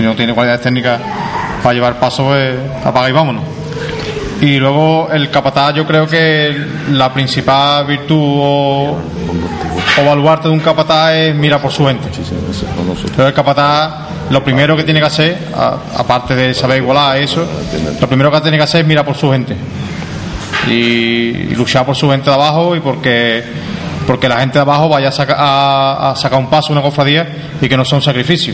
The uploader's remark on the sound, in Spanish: La Casa de Hermandad de la Estrella acogió el sábado, 8 de noviembre, una tertulia de capataces y costaleros que grabamos el equipo de Pasión en Jaén para emitirla en diferido al siguiente jueves a través de Onda Jaén Radio.